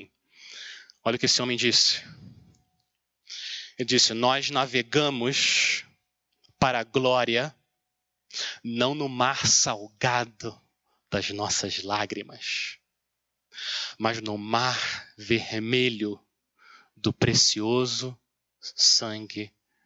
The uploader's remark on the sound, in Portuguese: Mensagem gravada na Igreja Batista Jardim Minesota